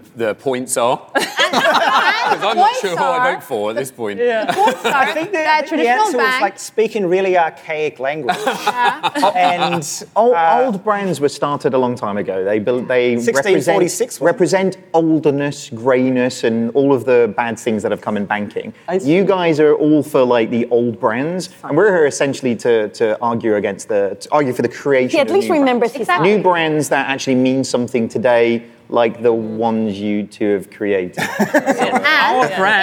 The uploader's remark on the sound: The F'in Debate - Live from Money20/20 Europe.